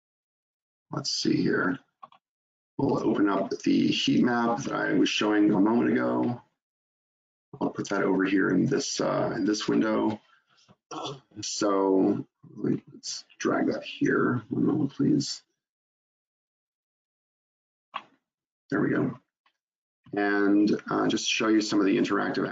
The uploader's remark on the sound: In this live webinar